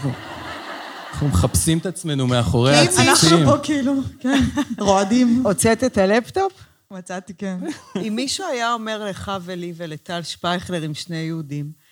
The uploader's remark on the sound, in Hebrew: פרק לייב - הגרסה המצונזרת.